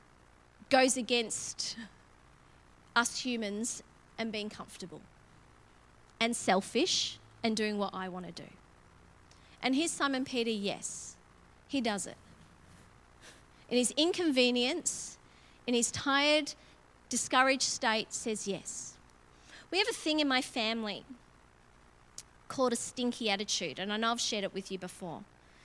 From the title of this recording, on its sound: LIVE at Echo Church